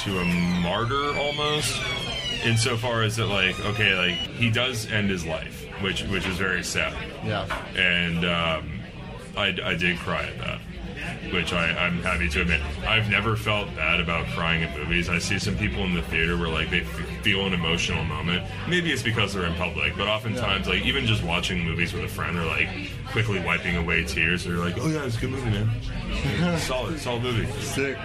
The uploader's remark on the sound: before the comedy open mic that takes place there